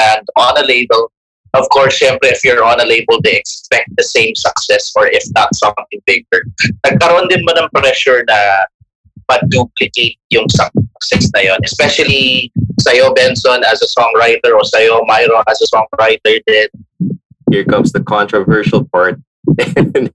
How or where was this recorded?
video call